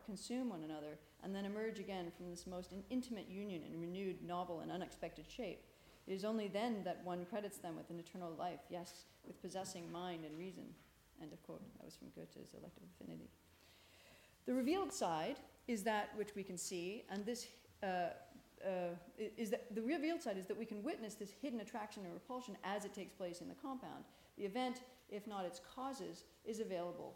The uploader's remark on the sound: This talk is part of the Shakespeare and Hegel symposium, held at Garrick's Temple to Shakespeare (Hampton, London) on April 1, 2017.